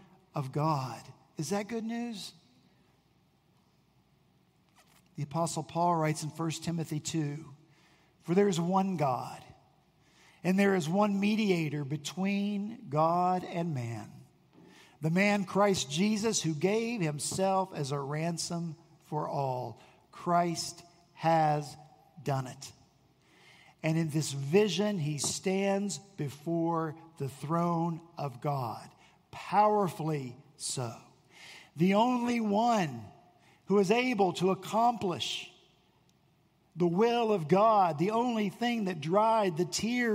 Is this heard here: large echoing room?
yes